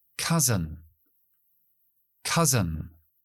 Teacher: Acento al principio. Dejo schwa en la segunda sílaba.